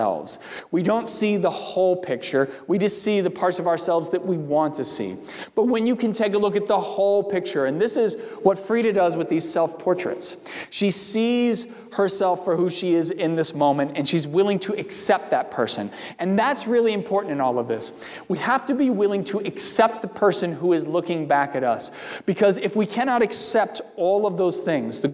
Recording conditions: large echoing room